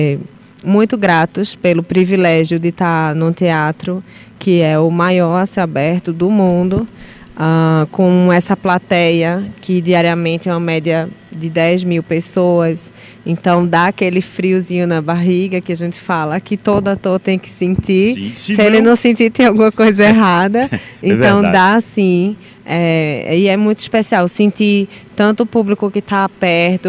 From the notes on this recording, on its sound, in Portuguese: o programa Mesa Redonda foi diretamente de Fazenda Nova, onde acontece o Espetáculo da Paixão de Cristo de Nova Jerusalém